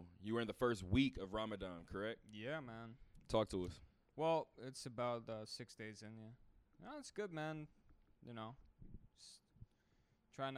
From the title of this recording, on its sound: Talk that Talk Radio Show Live from Westgate